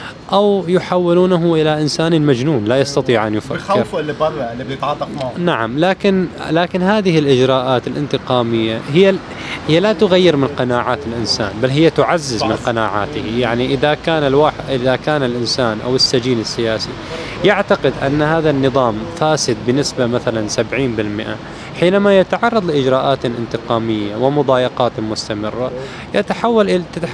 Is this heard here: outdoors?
yes